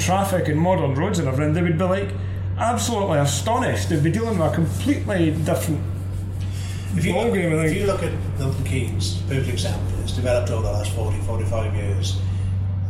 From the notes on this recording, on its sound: Was joined by 5 guests on this very special Scania edition of the Truck & Driver podcast. This episode was recorded live in Milton Keynes at the press demonstration of Scania's new ‘Super’ range.